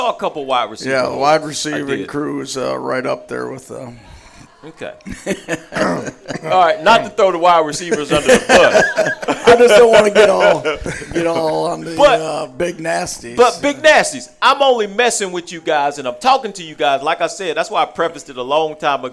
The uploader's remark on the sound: live every Tuesday 730pm at Monte De Rei Mexican Restaurant in Kernersville NC